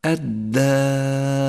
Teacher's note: والألف مرققة لأنها سبقت بحرف مرقق